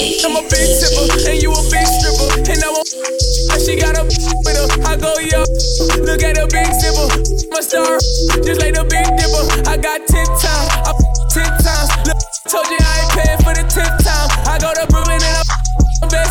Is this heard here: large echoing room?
no